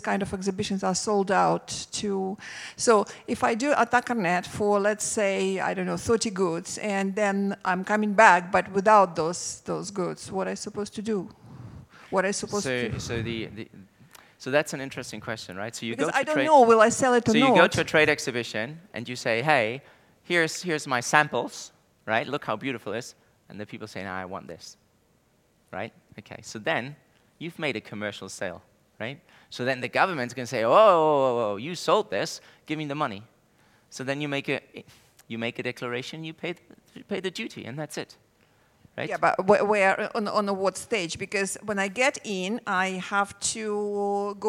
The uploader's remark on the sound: Speaking on the first day Elite Business’ live event on March 9